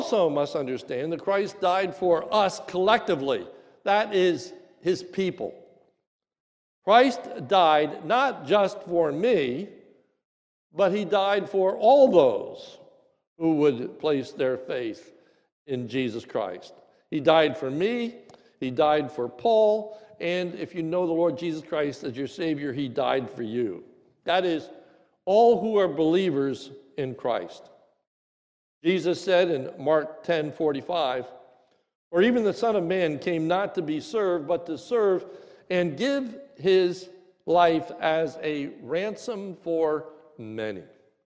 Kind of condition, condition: setting, large echoing room